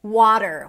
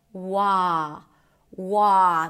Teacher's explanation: We begin with a W sound and then you drop your jaw to the ah as in father. Wah, wah. The length of the syllable is really important.